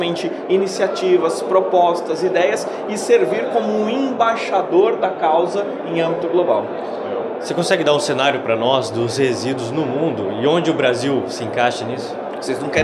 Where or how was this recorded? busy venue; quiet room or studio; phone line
busy venue